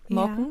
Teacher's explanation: Also in Schleswig-Holstein sagt man in den meisten Regionen eher morken, also machen, morken mit so einem eher offenen A